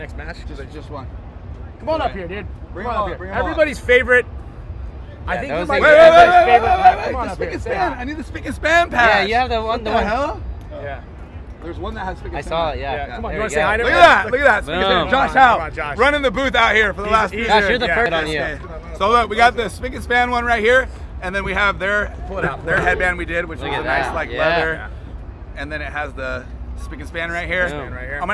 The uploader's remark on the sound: Live from WORLD CUP